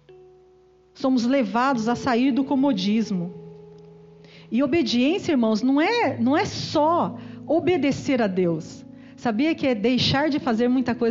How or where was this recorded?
large echoing room